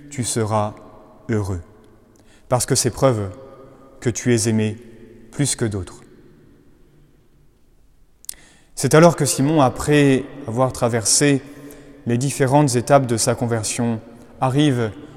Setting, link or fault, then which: setting, large echoing room